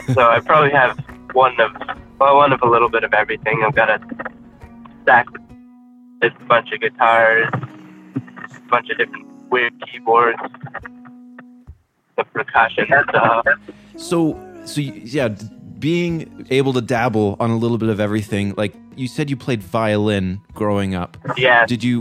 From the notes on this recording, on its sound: over the phone